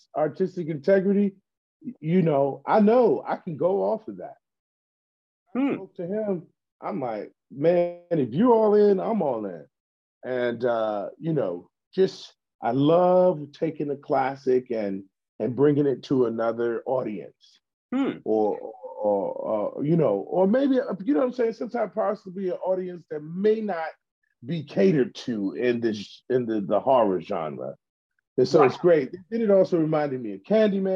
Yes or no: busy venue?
no